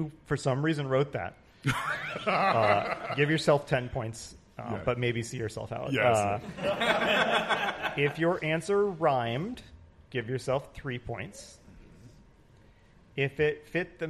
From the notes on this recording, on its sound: Live at Roll For Topic Con! Our first live episode in front of a studio (con) audience!